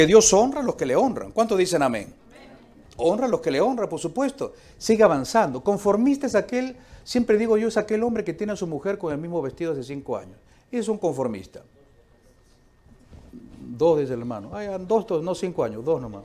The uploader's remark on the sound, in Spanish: Esta serie fue grabada en vivo en nuestra conferencia Enamorados no Endeudados.